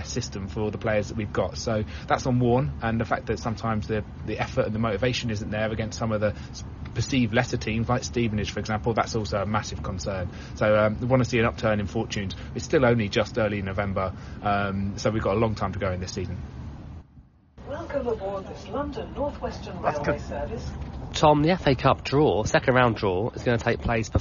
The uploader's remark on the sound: Recorded live from the away end. As Warne's Rams travel to Crewe Alexandra in the first round of the FA Cup.